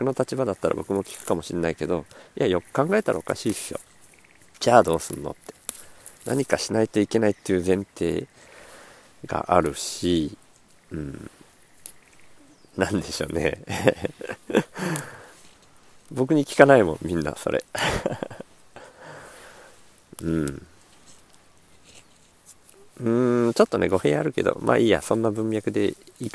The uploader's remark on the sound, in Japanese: 苗代 に敷いた藁の隙間から生えたスギナを取りながら録音